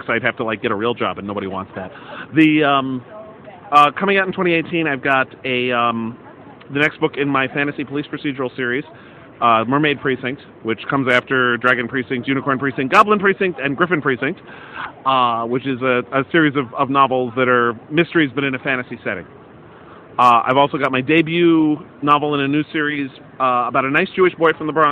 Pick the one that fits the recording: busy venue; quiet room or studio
busy venue